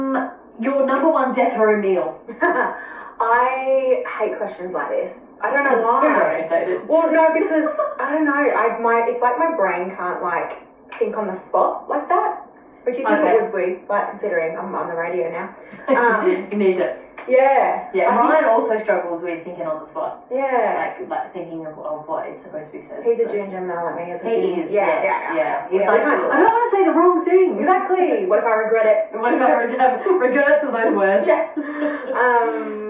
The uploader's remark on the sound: Sorry about the echo, its super annoying however i have fixed the issues.